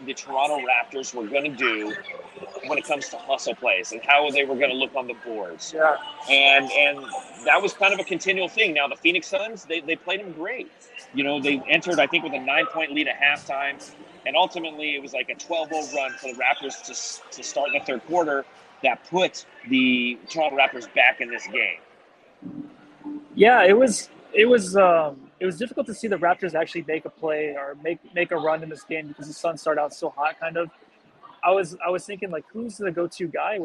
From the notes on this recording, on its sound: LIVE from Bright Side Night. Coming to live from the arena.